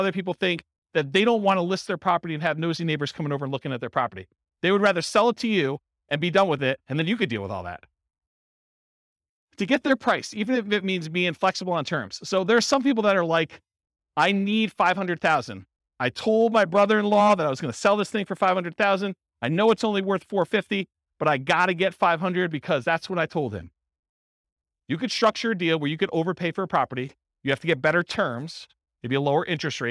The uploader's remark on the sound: This was a live class recorded